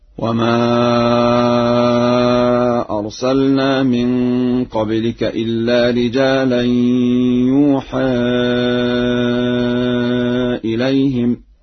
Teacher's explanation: قرأ ورش يوحى إليهم بياء مضمومة وفتح الحاء